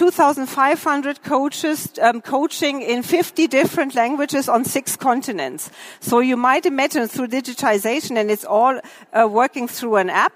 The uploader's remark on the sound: The lecture was recorded during the herCAREER-Expo.